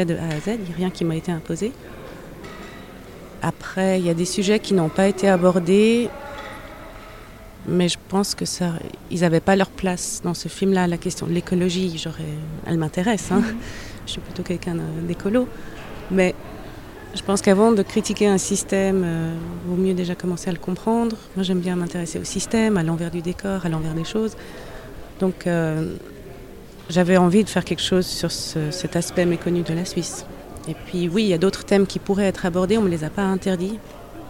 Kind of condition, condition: setting, busy venue